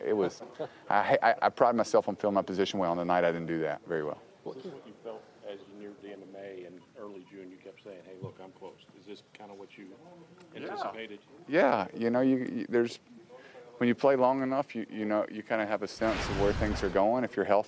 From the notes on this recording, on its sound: Postgame sound